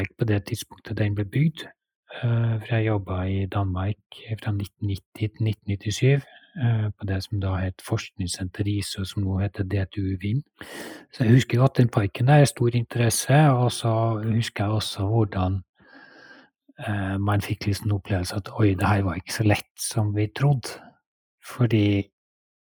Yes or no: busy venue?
no